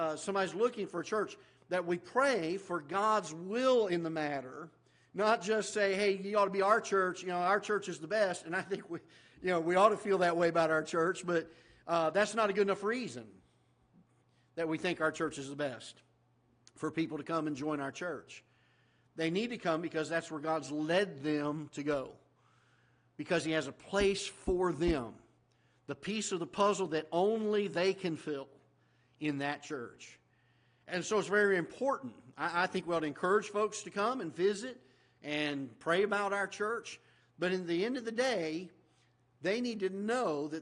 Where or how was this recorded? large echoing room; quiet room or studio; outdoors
large echoing room